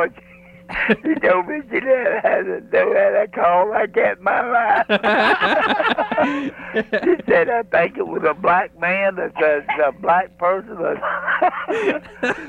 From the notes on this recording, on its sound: Prank Phone Calls